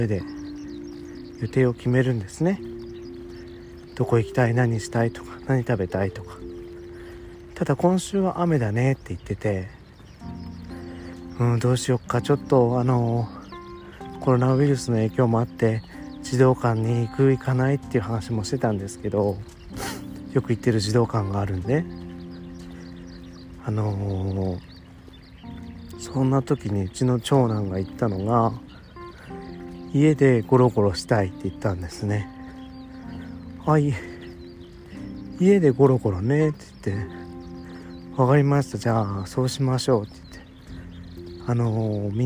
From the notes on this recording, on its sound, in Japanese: 雨の朝、お散歩しながら収録してます。